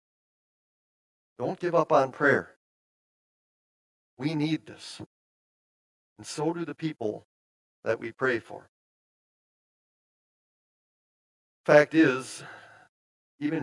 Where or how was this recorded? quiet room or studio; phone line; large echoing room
large echoing room